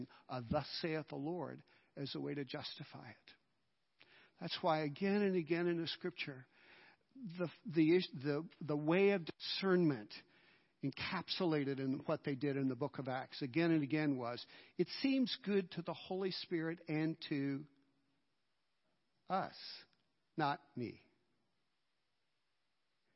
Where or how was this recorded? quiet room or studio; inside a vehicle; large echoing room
large echoing room